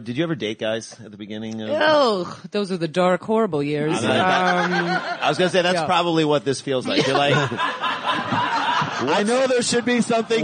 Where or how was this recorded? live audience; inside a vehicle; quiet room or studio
live audience